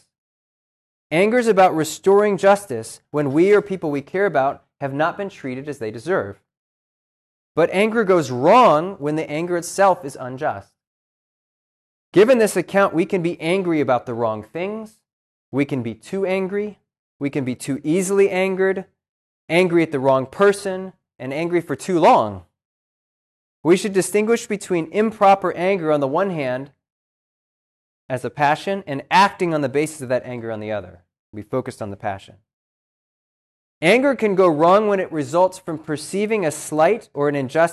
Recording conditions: large echoing room